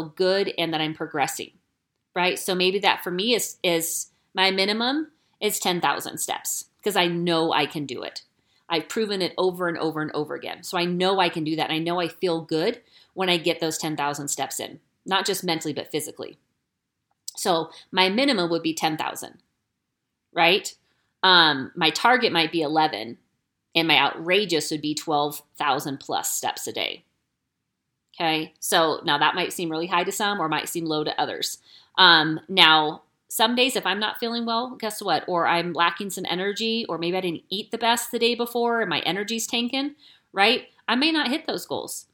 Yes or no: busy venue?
no